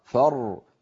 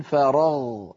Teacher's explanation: فر بين الرخو والشديد، زمنها أقصر من فرغ، فرغ زمنها أطول من فر.